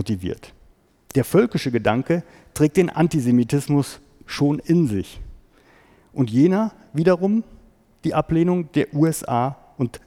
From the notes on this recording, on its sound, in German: Mitschnitt eines Vortrages